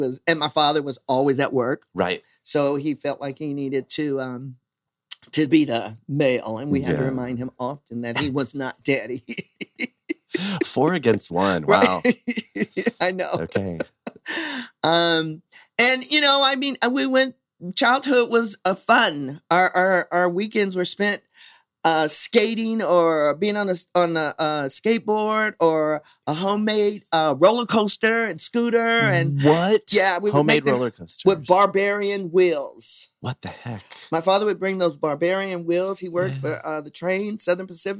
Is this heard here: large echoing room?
no